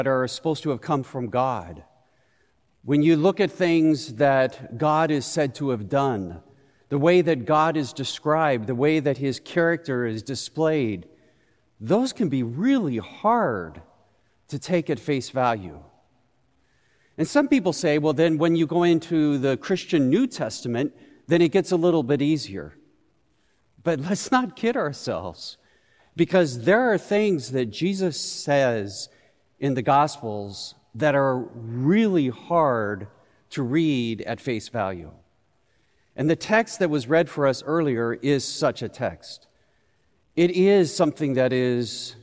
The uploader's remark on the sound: Recorded live at Beatitudes Church in Phoenix, AZ.